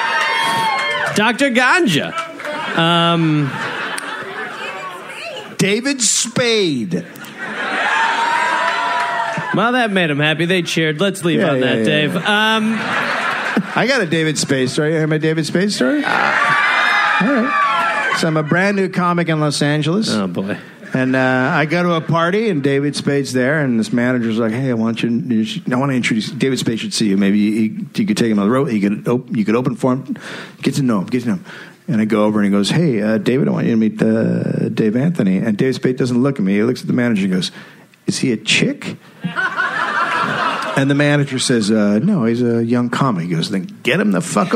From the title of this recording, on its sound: Live in Phoenix